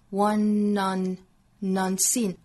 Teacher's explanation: the only one unseen?同样呢，我们要注意在 one 和 unseen 这个词上，两个音有连读 one unseen.很多同学呢会把 un 否定前缀的这个 un 的发音发成 an，像汉语之中安装的 an，或者是发成 on 的音，都不是啊。其实不是 an，不是 unseen，也不是 unseen，应该是一个介于 an 和 on 之间的这么一个元音。